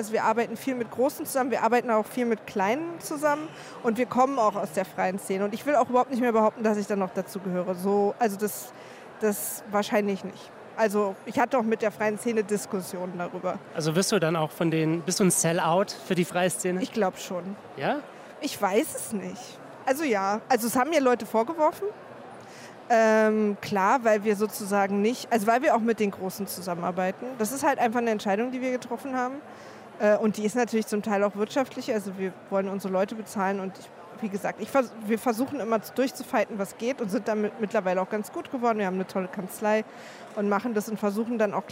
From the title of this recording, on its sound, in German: Live-Podcast von der Republica